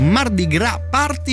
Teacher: da non pronunciare mai la S. No, assolutamente, mai.